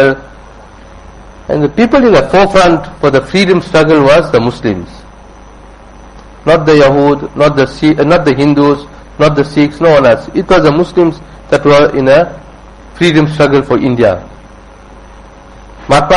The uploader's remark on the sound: Jumuah Lecture at Musalla Musab bin Umayr